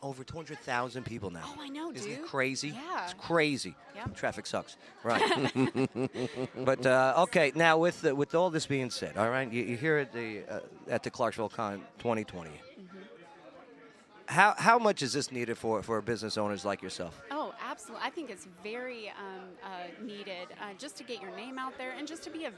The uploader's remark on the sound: Live at #ClarksvilleCon 2020 from the Riverview Inn Hotel. Live at #ClarksvilleCon 2020 from the Riverview Inn Hotel.